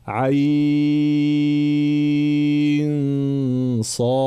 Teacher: بين العين تنتهي بنون ساكنة وبعدها صاد في حكمها الإخفاء مع الغنة